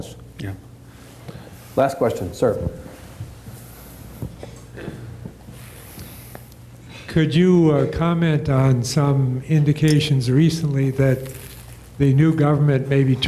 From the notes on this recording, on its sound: This event was recorded before a live audience in Austin.